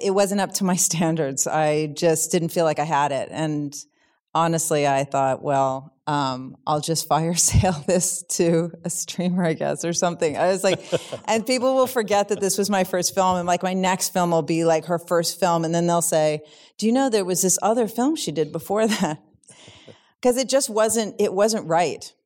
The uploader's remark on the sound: in a Q&A at the DGA theater in Los Angeles